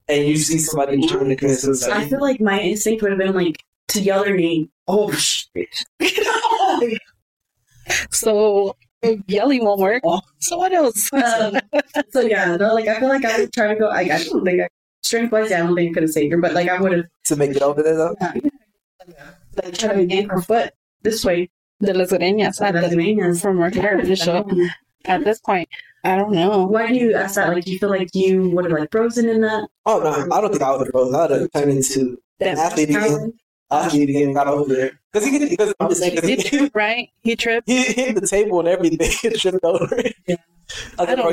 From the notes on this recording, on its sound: Apologies for the audio it got kind of messy in the episode